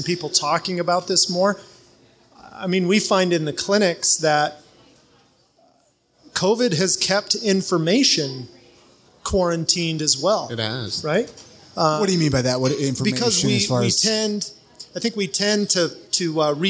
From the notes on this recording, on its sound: This episode was recorded live at WB's in Ogden, Utah.